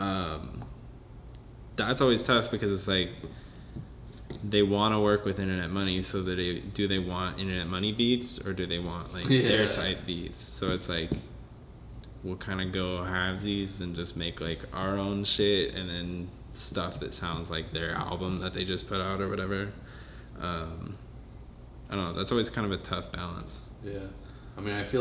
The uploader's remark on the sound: This was the FIRST EPISODE EVER that was recorded in person. It was recorded on my camera mic so excuse the reverb.